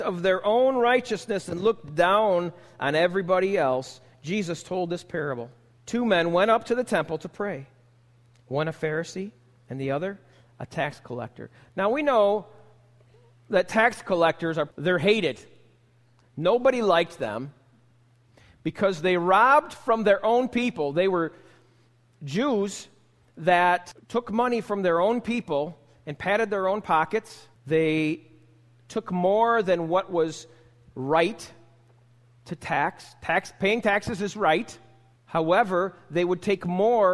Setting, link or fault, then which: setting, large echoing room